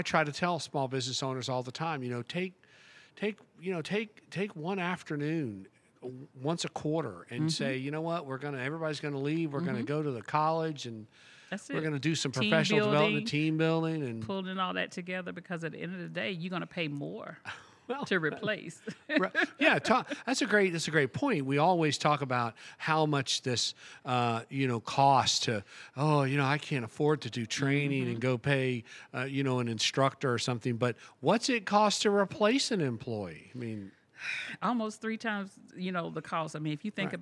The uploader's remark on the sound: This and the following segments were recorded at this year’s annual JMI Small Business Leadership Conference hosted at Loews Sapphire Falls Resort .